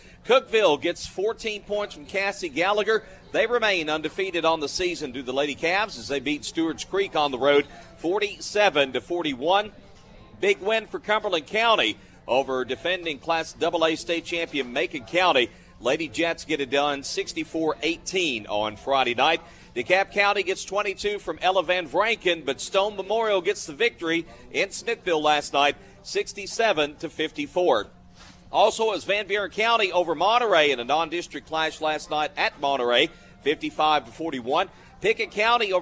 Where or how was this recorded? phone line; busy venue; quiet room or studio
busy venue